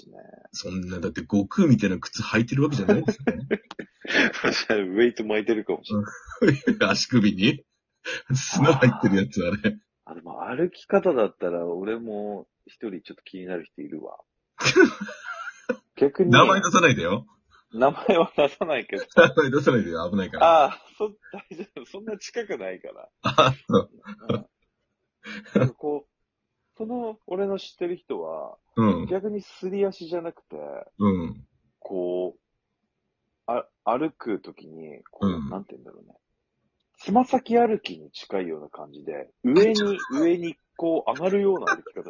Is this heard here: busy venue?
no